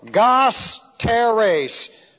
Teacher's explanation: a dactyl, one long and two short. One long, two short.